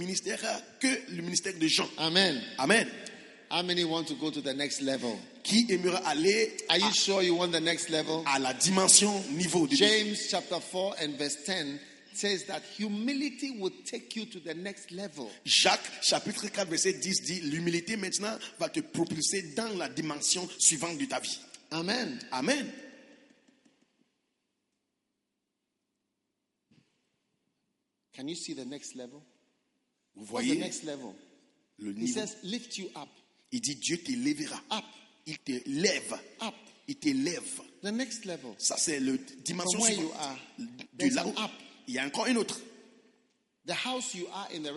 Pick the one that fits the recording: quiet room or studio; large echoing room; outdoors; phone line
large echoing room